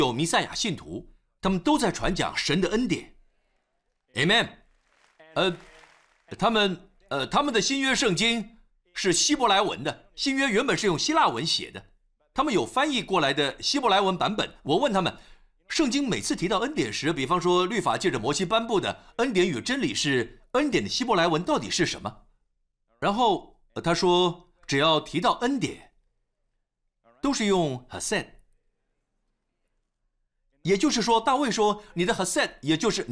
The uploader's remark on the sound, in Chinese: 湖木教会现场实录